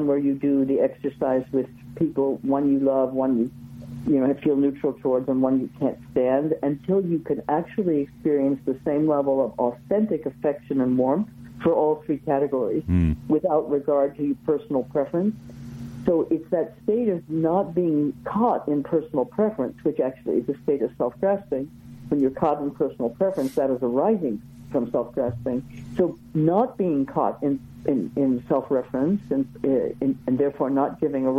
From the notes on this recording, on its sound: We present a telephone conversation.